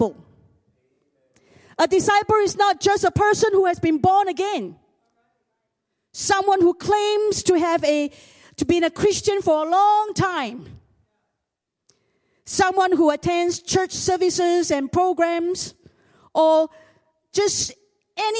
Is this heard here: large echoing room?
yes